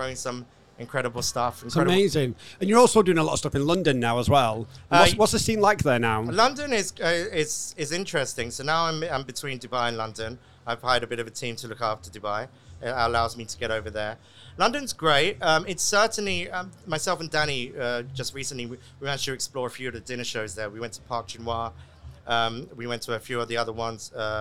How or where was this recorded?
busy venue